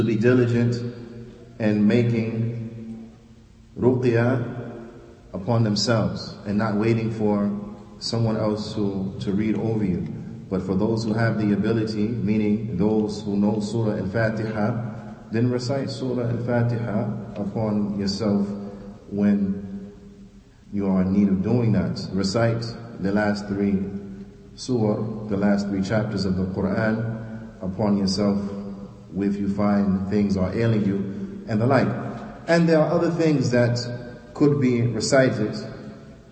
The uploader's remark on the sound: Lecture given at Masjid Nur Allah, Queens, NY